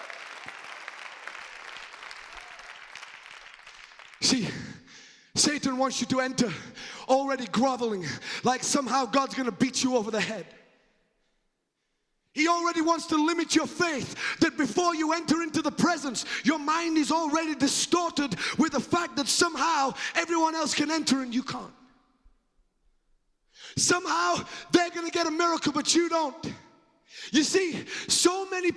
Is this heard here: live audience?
yes